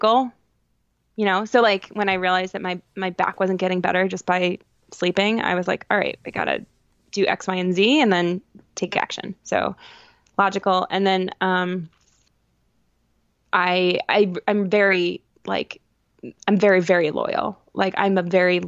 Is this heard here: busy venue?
no